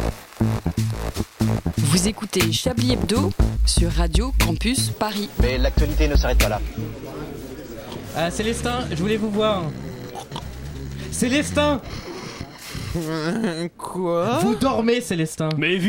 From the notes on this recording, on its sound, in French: En direct de la place de la République avec le mouvement " nuit debout".